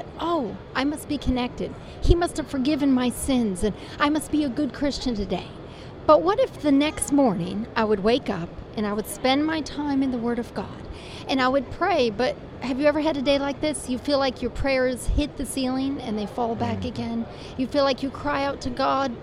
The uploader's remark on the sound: This episode was recorded on location at ASI International Convention in Kansas City, Mo.